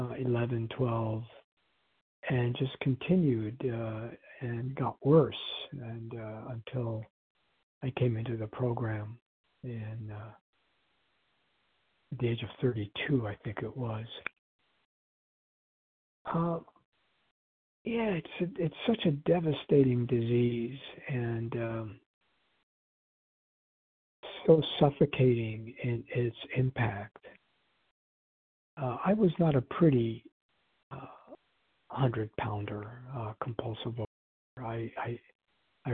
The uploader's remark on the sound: 100 Pounders Phone Meeting, 1/22/24.